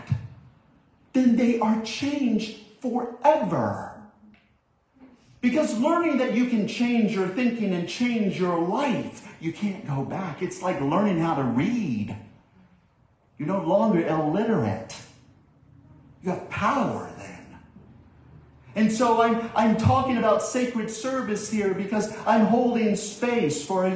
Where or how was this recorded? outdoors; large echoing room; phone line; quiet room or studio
large echoing room